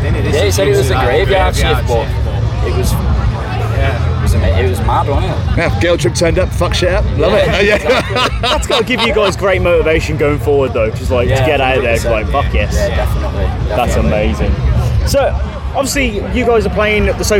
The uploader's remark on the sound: Live from Bloodstock Festival 2022. Unfortunately due to technical issues because of the intense heat at Bloodstock this interview cut off just short of the end.